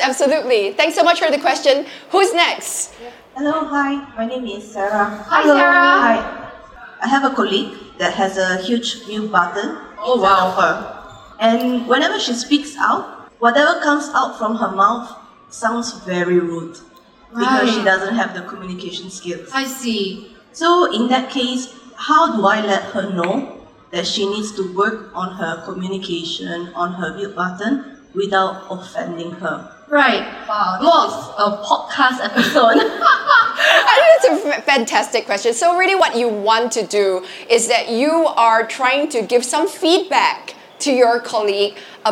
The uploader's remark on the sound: Live From SG Fintech Fest. In our first LIVE episode.